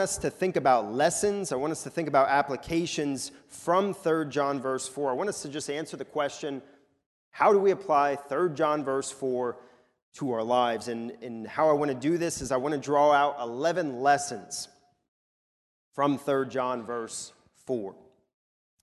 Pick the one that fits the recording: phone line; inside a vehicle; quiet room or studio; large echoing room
large echoing room